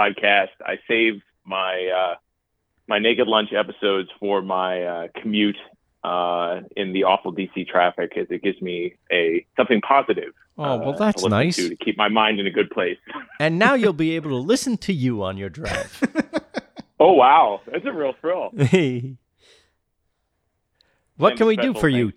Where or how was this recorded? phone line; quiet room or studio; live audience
phone line